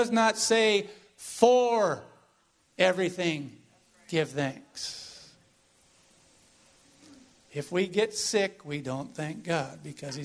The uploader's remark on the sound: This is an audio from the sermon we received at our visit to Mission Church in Vacaville.